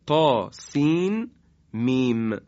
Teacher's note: یا در مثال بعدی، تا سین میم. سین مد داره 6 حرکت، مد لازم هست